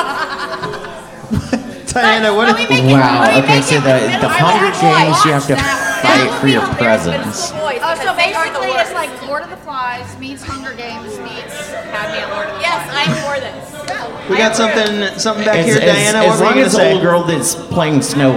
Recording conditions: live audience